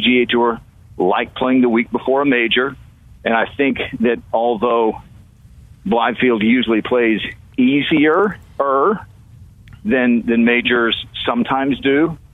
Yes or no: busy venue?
no